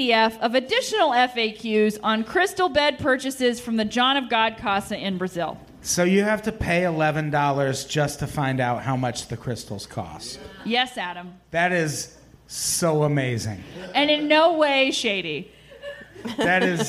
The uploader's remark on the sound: Live At The Hollywood Hotel